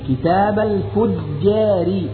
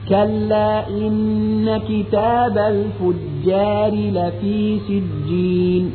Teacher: الفجار وليس الفجار، انتبه، كتاب الفجار. فالفاء مرققة والجيم مرققة والراء هنا مرققة لأنها مكسورة · Term: ترقيق الجيم